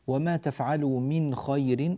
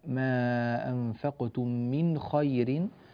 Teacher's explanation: من خير، يراعى هنا أن النون الساكنة جاء بعدها حرف الخاء، فلا بد من إظهار هذه النون وعدم إخفائها عند الخاء